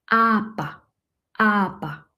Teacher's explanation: Wir haben am Anfang ein langes A und dann haben wir ein kurzes A.